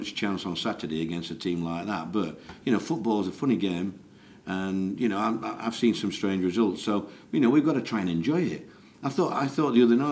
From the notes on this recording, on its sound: speaks to the media in latest press conference at the Millers Oils High Performance Complex